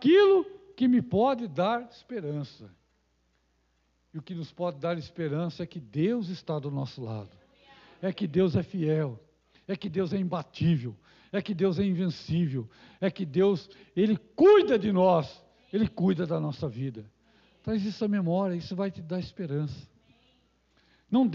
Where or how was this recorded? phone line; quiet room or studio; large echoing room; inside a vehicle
large echoing room